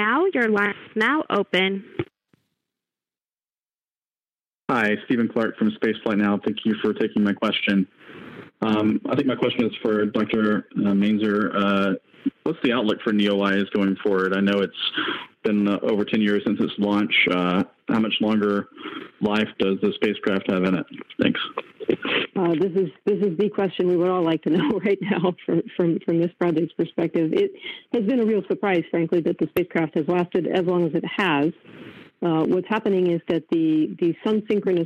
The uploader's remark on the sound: The second part of the podcast is a media teleconference where the media get to ask the experts their questions